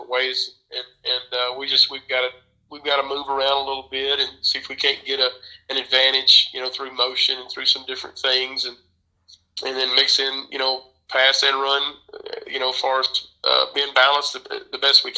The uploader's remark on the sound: This interview was recorded via phone